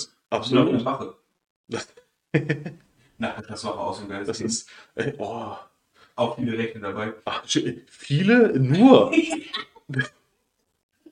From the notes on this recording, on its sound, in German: Der Ton ist mal wieder eine Katastrophe.